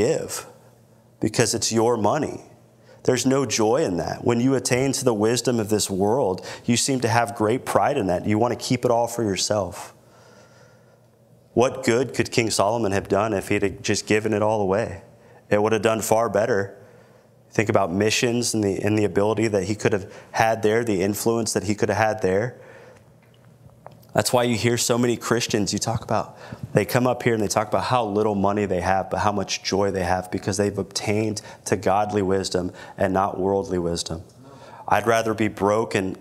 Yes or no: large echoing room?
yes